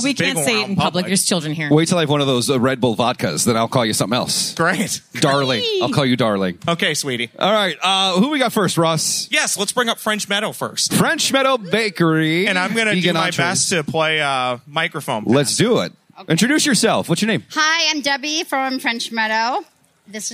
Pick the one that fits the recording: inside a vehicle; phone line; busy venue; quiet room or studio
busy venue